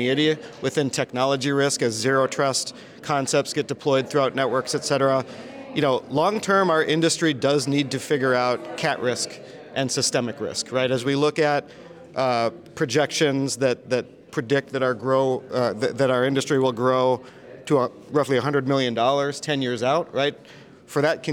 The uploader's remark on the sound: A panel of industry experts at the 2023 WSIA Annual Marketplace in San Diego.